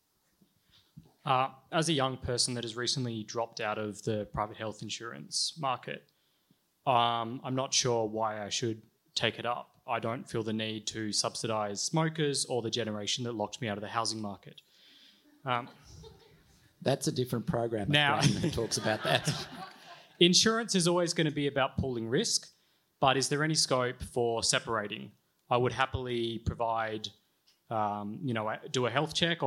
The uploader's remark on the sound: Canberra event recording